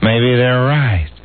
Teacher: you just make the right a little breathy